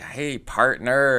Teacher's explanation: we do pronounce the R without rolling it or glancing over it · Term: hard R